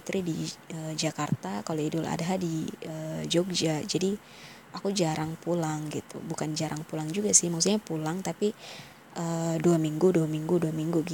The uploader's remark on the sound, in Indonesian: Maaf ya jikalau sound nya kurang enak di dengar, masih banyak noise ya karena keterbatasan device dan kita juga terhalang jarak.